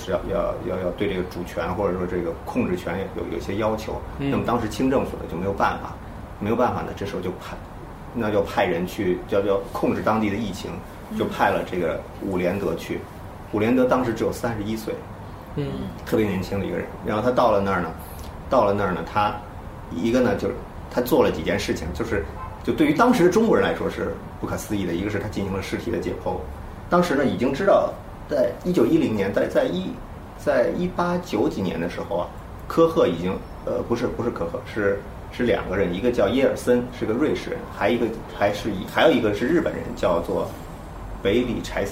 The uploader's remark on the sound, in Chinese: 本期节目为在张大妈办公区用录音笔录制，可能有街道上的杂音，请见谅。